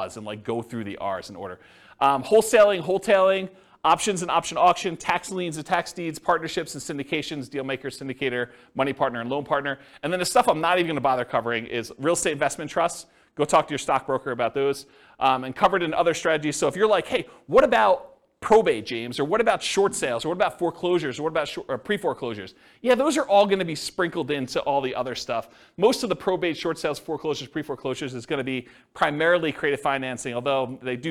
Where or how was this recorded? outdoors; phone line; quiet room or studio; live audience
live audience